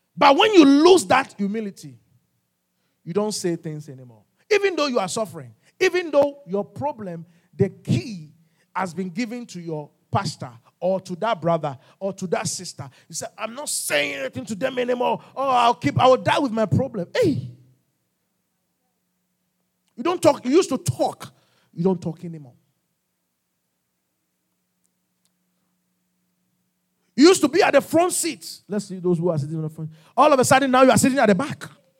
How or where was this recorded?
large echoing room